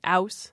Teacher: a lot of the urban varieties of British English drop the H, even in words like house, you get ouse.